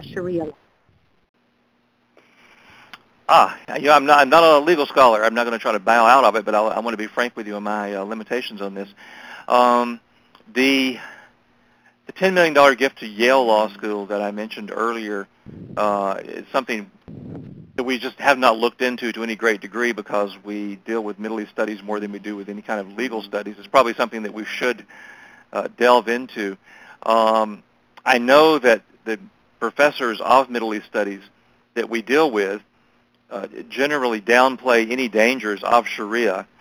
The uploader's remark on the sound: briefed MEF in a conference call on November 21, 2018